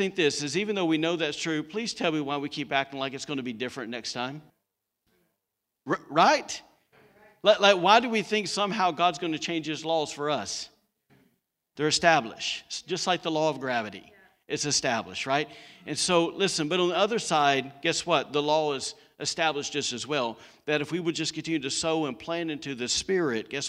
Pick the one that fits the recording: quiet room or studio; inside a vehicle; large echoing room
large echoing room